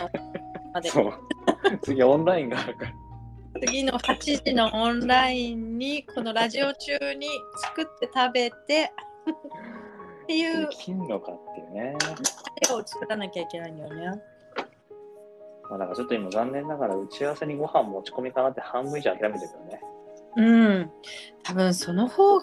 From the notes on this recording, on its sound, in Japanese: 食事の準備をしながらの収録。ドタバタの合間になんとか収録。